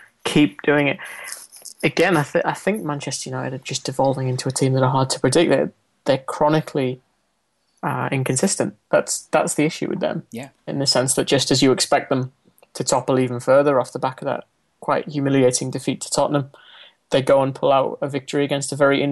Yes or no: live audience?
no